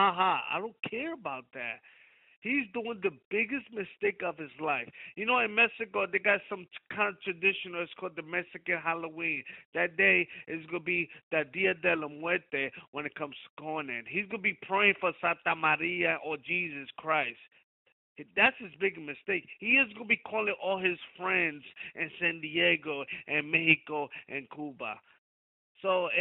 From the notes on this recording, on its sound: Media Teleconference Interview